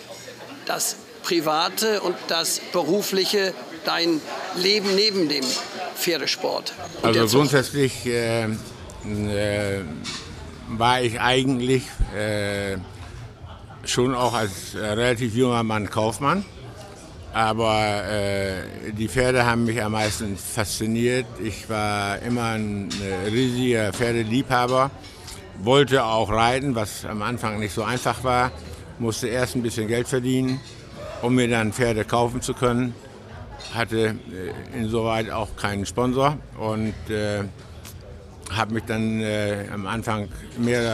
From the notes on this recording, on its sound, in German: Der Podcast wurde im Zuge des CHIOs in Aachen im Juni 2023 aufgenommen.